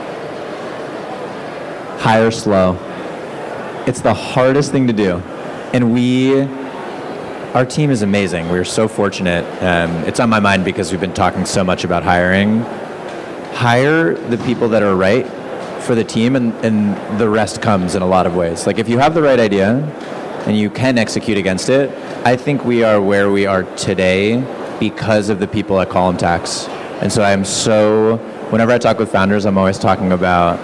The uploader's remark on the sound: Please note this episode was recorded live at Fintech Nexus USA 2023.